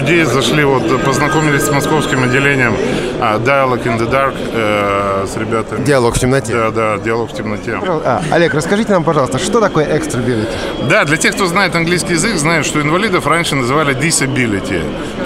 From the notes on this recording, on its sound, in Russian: Интервью с участниками социального движения «Белая трость» на выставке «Интеграция. Жизнь. Общество-2013».